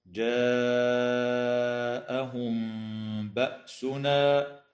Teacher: تخفى الميم إخفاء شفويا عند الباء مع الغنة